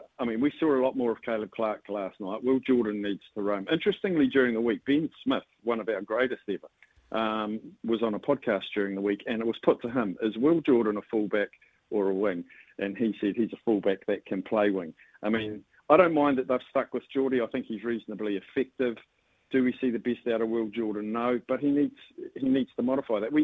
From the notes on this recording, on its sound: called